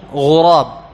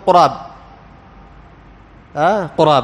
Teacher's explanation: الغين حرف حلقي بخلاف القاف، القاف حرف إيش؟ حرف لساني كما سيأتي معنا، فلا دخل للغين باللسان، لا دخل للغين باللسان.